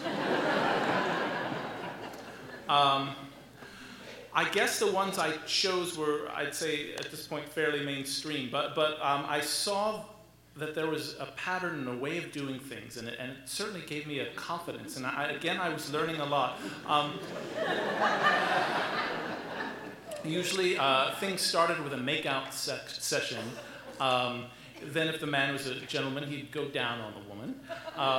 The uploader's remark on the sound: live at the Alberta Abbey